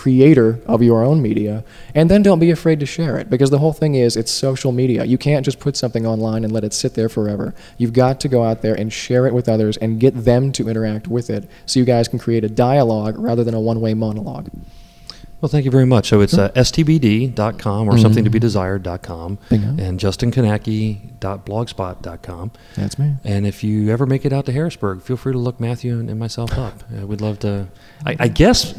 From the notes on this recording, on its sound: Recorded at Podcamp Pittsburgh 2 in August of 2007